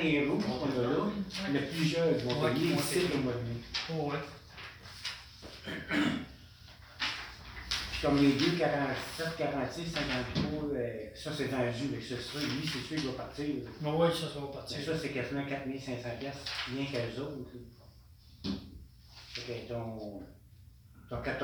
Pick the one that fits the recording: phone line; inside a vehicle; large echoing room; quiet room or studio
large echoing room